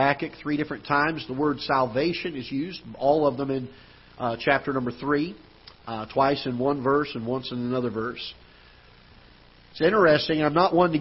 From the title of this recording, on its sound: Ketha Heights Baptist Church ~ Live Broadcast